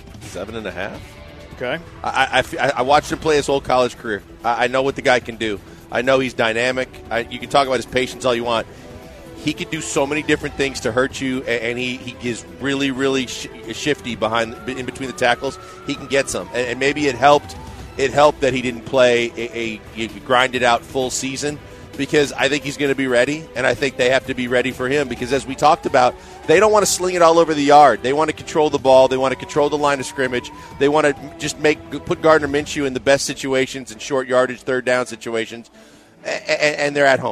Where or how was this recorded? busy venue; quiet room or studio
busy venue